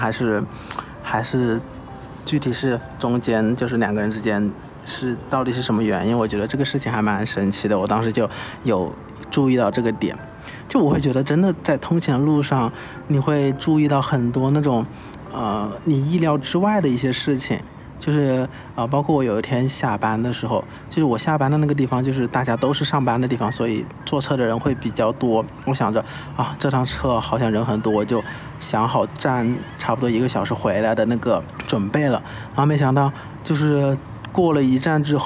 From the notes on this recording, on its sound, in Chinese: 这一期在天台录制